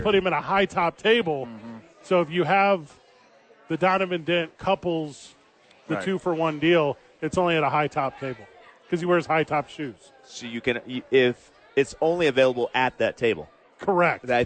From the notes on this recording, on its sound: Live from Sadies on 4th!